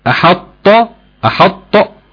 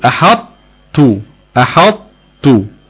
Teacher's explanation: يعني بدل ما انا كنت هقول احط احط بالقلقلة، هقول احط احط، هتقف على مخرج الطاء بالاطباق وتخرج من مخرج الطاء بالتاء · Shown in: second take